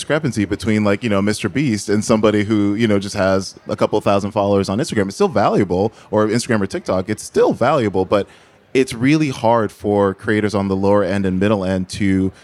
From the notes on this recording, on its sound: We’re featuring a roundtable conversation with some experts, recorded a few weeks ago at SXSW.